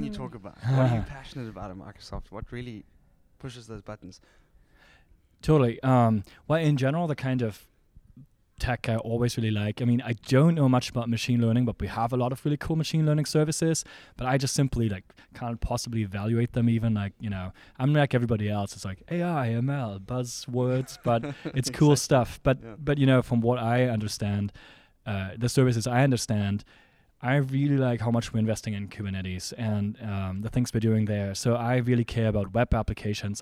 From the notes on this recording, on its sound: Tech Summit 2018 Cape Town. Live from Tech Summit 2018 In Cape Town South Africa.